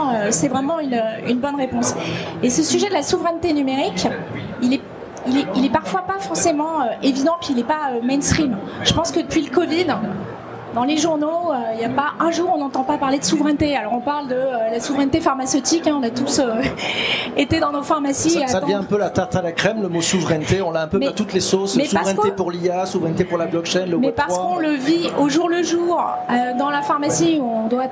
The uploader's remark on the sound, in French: Enregistré en public et en direct de Vivatech 2023 sur le stand de PwC.